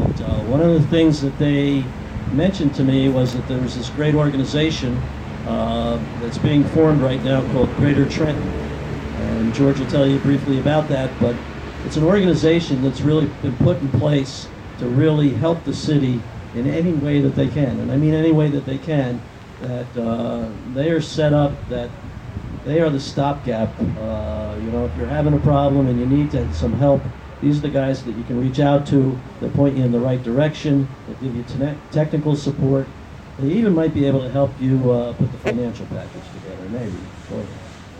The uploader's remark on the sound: Recording of the 2017 Levitt Amp Trenton Summer Concert Series Press Conference in Mill Hill Park.